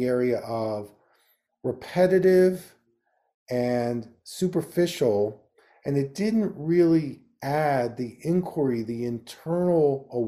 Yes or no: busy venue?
no